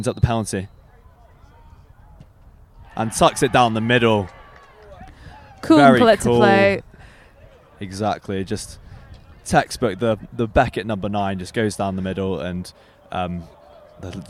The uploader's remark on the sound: The LSR team go LIVE from Boddington Football Hub